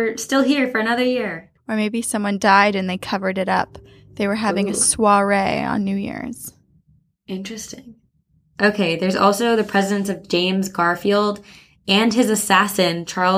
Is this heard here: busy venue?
no